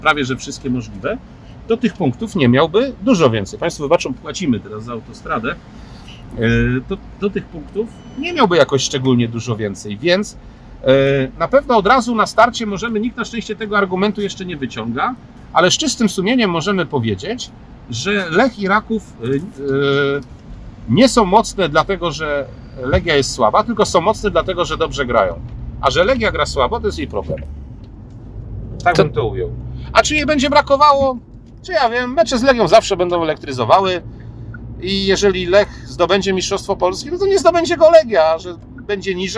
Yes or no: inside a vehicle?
yes